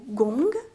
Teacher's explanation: en français, le poète insiste bien sur la vocale nasale du mot « gong »